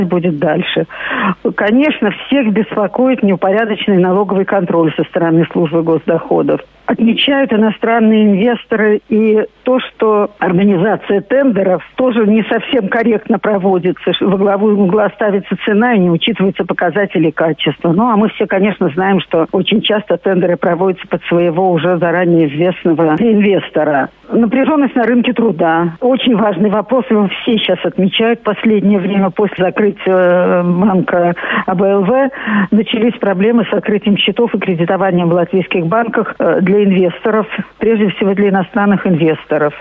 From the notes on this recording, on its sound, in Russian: по телефону